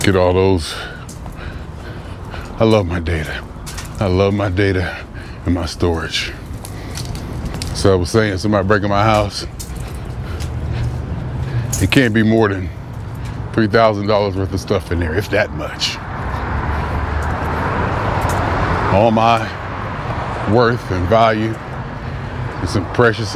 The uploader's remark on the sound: Me Walking Talking